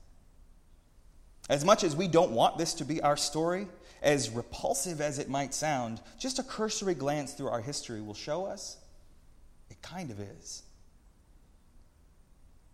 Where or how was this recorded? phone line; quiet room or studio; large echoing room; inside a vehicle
large echoing room